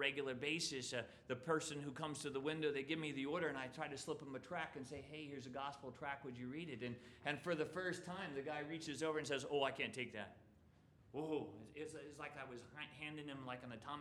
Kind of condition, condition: setting, large echoing room